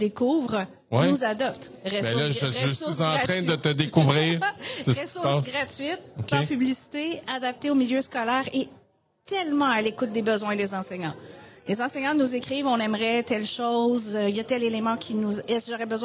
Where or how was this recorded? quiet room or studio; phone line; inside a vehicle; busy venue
busy venue